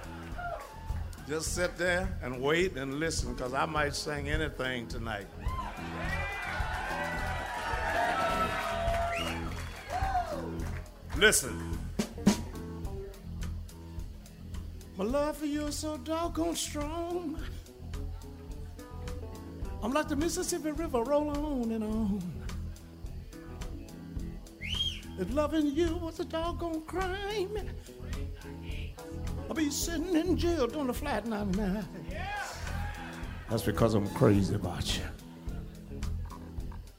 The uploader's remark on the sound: Live At Legends